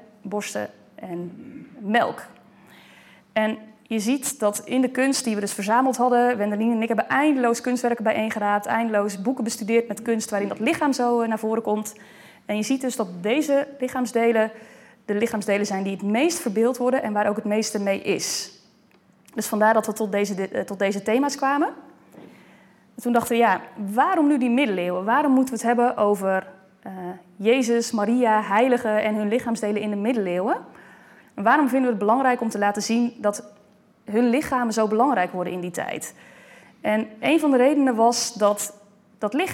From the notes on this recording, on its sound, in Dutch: Deze opname is een opname van de lezing die op 29 september 2020 is gegeven in Museum Catharijneconvent.